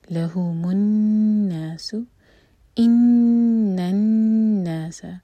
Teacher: نون پر شدہ ہے تو نون کو ہولڈ کیا جائے گا، جلدی سے نہیں پڑھیں گے، دو سیکنڈس کا ٹائم دیں گے.